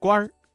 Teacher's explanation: 官字加了一个卷舌音日，发生了语流音变，形成了儿化音